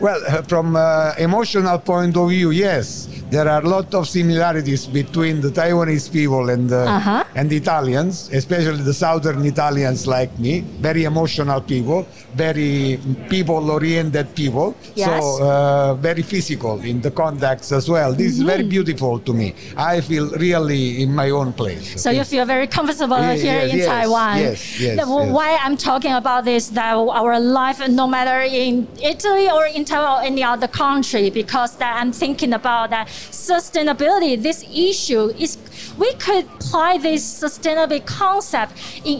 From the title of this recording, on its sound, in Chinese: 2021 Energy Taiwan智慧能源週-Live Podcast